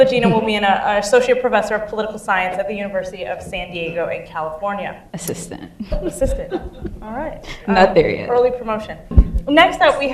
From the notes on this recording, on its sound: Post-Screening Discussion of Film LA 92. Moderated an audience discussion on historical and political themes presented in the film.